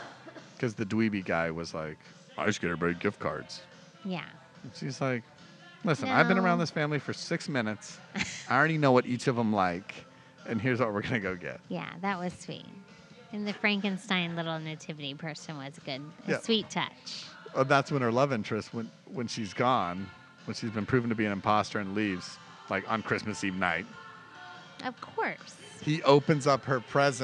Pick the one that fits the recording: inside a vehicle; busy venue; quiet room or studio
busy venue